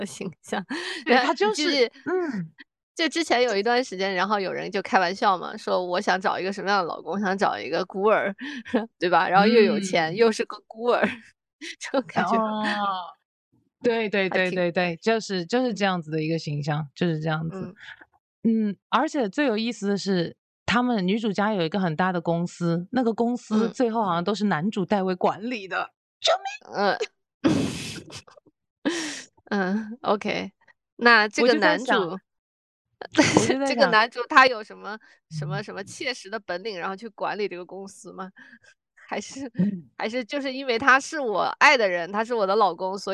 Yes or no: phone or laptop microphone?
no